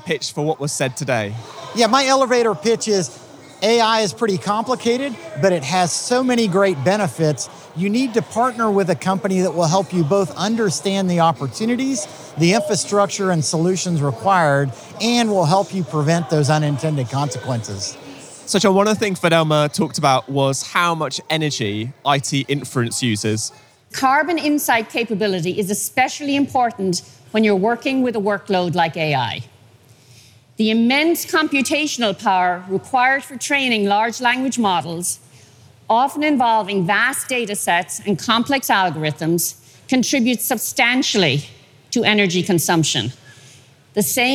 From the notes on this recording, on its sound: heading back to the floor of HPE Discover event in Barcelona